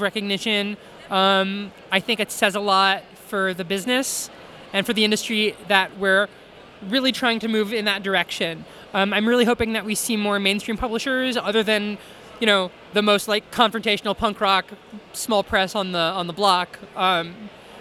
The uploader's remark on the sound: Interview at Five Points Festival 2017